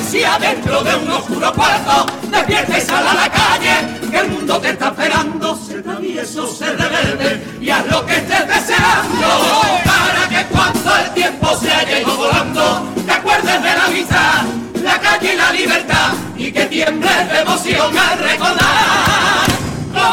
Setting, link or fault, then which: setting, live audience